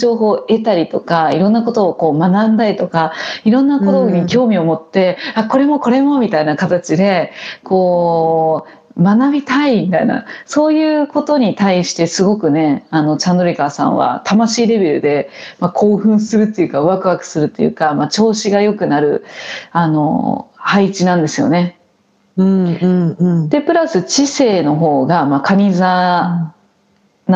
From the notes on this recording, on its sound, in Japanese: リモート収録での音声ですのでところどころお聞きづらいところもあるかもしれませんが